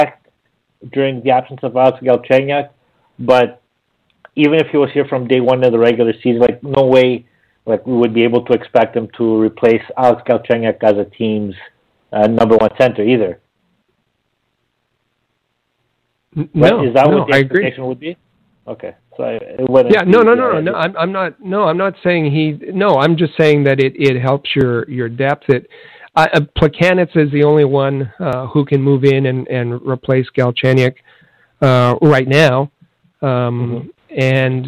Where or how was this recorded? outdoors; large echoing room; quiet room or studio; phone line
phone line